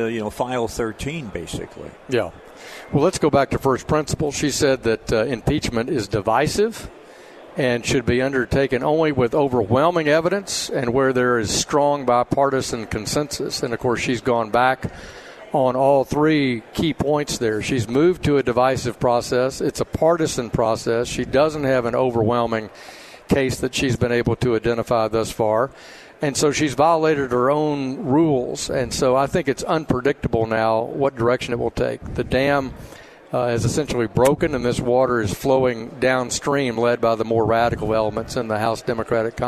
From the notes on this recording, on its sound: Live at the State Capitol for Filing Day